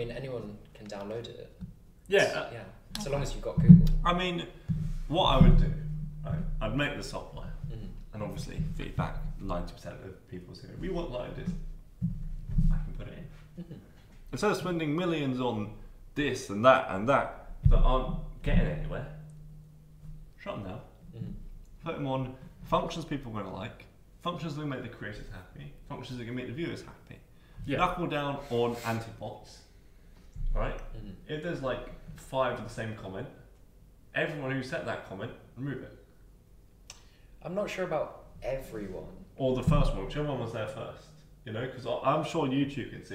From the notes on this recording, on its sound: This is our first podcast so the audio could be weird.